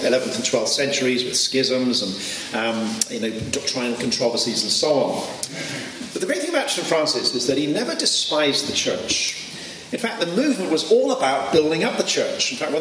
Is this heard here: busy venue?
yes